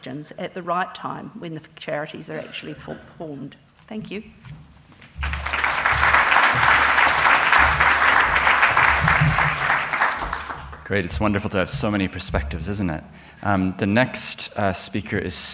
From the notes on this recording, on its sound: It is from the recent conference at Te Papa where I was able to help moderate a session.